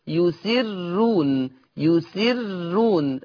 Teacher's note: لأن هذه الراء مضمومة ومسبوقة بكسر فيقرأ ورش بالترقيق · Term: ترقيق الراء